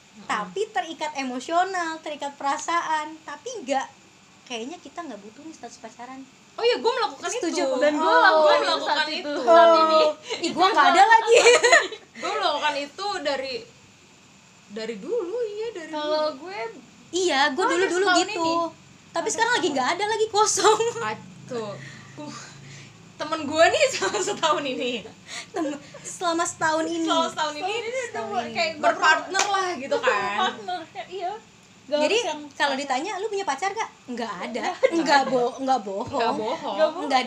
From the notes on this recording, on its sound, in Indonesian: kalo kalian denger noise itu suara kipas angin ya, kita ga buat podcast ditengah badai kok